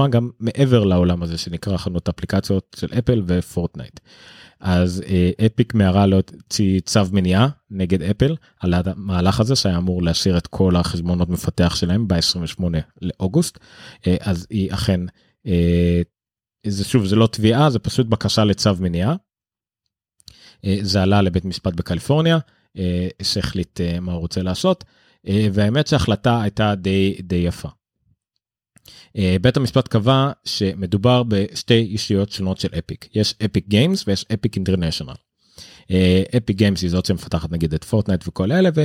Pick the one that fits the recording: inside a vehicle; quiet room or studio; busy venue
quiet room or studio